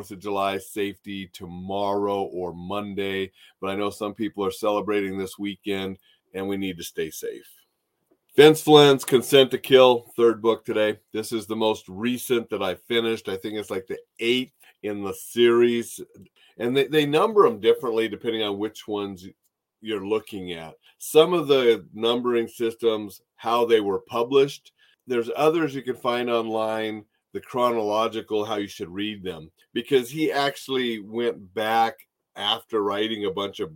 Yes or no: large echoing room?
no